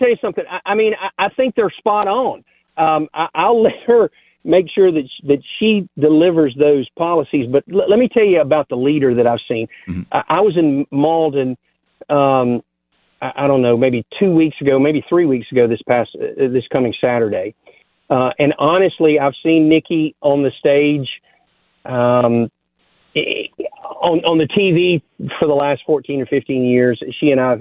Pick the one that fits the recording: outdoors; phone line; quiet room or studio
phone line